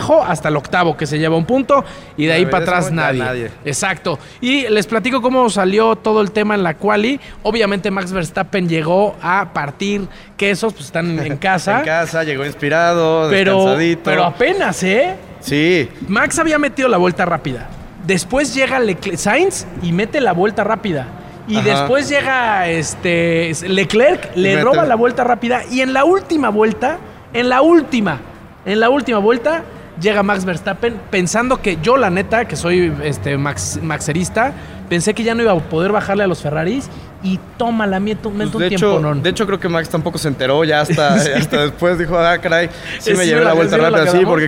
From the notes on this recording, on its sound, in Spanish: Hoy en Radar Speed tendremos una edición especial con una transmisión en vivo desde BMW Juriquilla.